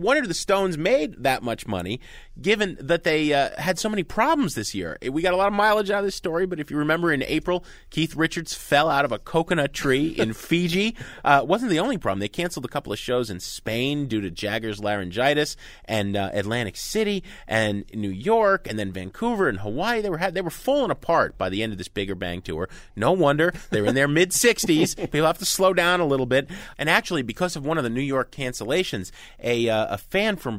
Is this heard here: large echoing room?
no